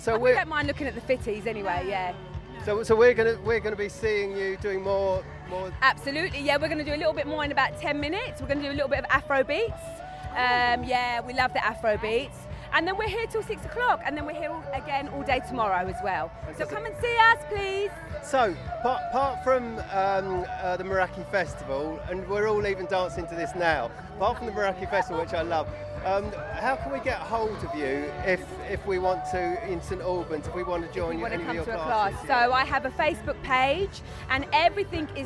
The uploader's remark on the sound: Meraki Festival Podcast 2019. With interviews from the festival.